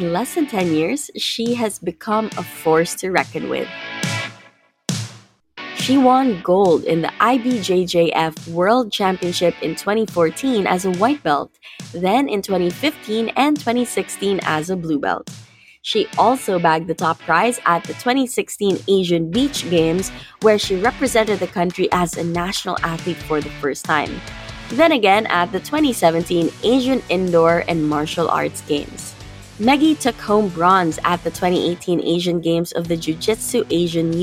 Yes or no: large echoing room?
no